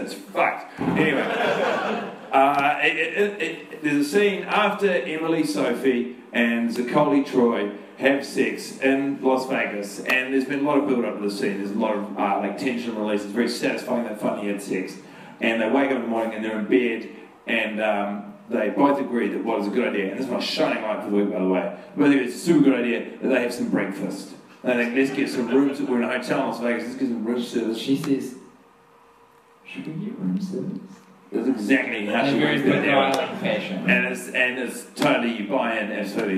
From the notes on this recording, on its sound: Live Disaster. Have done a live record and it's all a bit shambolic. The audio quality is abysmal. In a late night, in a comedy club.